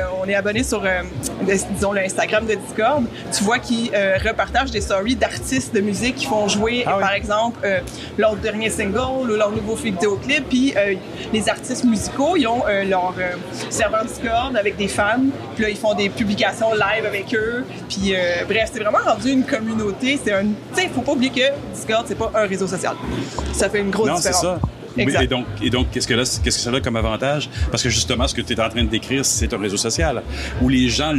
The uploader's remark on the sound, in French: Une entrevue enregistrée lors du Web a Québec.